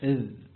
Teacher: طرف اللسان وأطراف الثنيتين العليين · Term: الذال